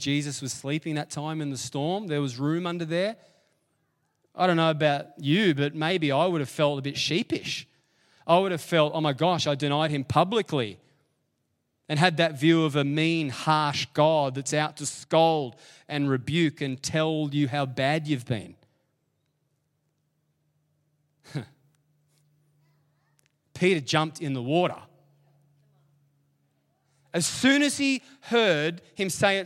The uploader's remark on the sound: LIVE at Echo Church